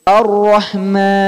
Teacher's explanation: Di sini tebal karena rohnya berharokat fathah. Jadi bacanya jangan Ar-Rahman.